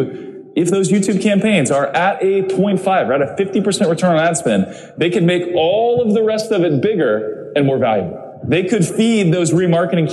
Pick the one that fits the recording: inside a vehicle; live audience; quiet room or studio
live audience